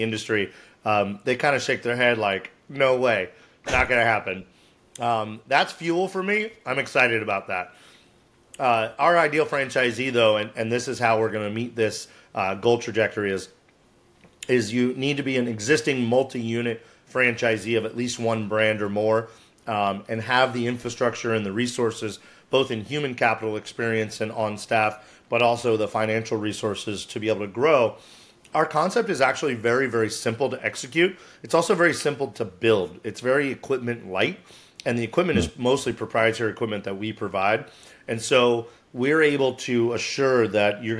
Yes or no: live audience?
no